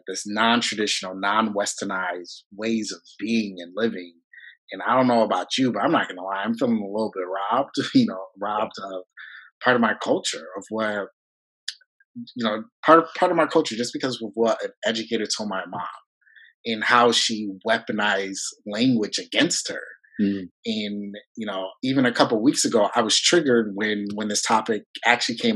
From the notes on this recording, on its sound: This live session of Napcast, delivered at the 2020 virtual WAEYC conference